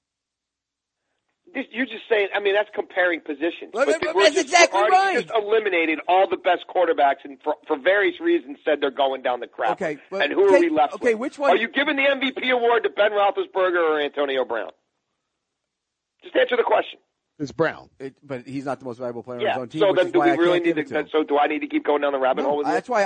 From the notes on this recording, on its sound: joins on the phone